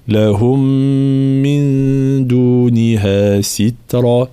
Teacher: ميم ساكنة في كلمة لهم ثم ميم متحركة، فإدغام الميم الأولى في الثانية مع الغنة